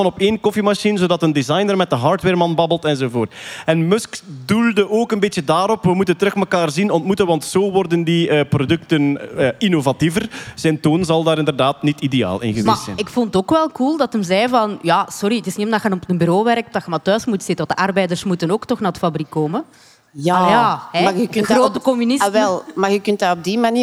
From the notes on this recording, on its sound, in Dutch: Live vanop het Nerdland Festival!